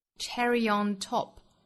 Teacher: cherry 和 on 之间连读，有小的 ye 的音带出来